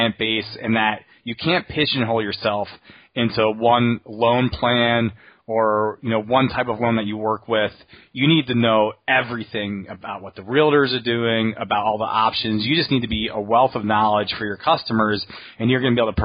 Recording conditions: phone line